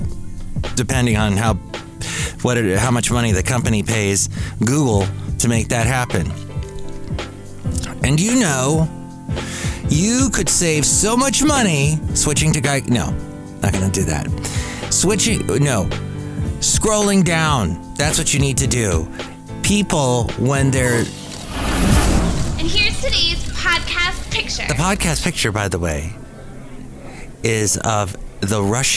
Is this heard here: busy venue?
yes